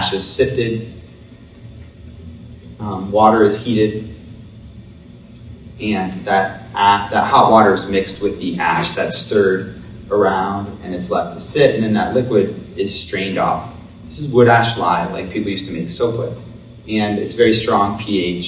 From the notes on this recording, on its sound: Public lecture. Coincides with exhibition.